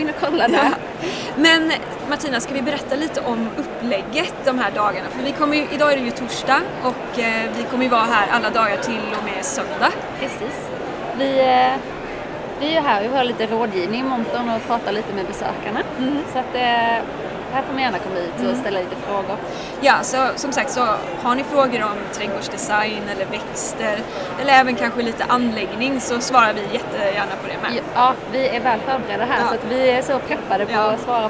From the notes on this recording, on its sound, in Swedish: Trädgårdsarkitekterna poddar från Vår Trädgård i Malmö. Nu kan ni lyssna på en liveuppdatering inspelad från vår monter.